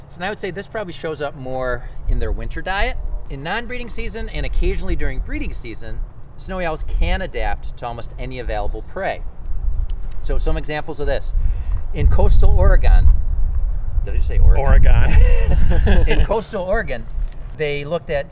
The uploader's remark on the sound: This episode was recorded on February 1, 2021 in Buffalo, NY at the Erie Basin Marina (part 1) and Tifft Nature Preserve (part 2).